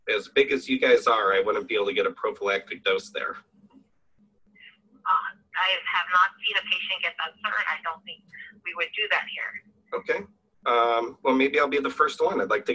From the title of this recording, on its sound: Live Phone Calls With Doctor Offices